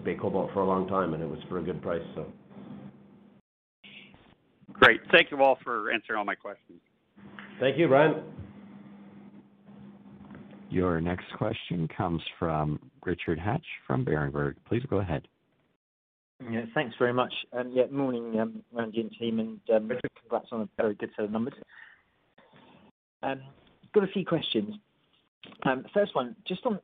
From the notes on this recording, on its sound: Fourth quarter 2020 earnings call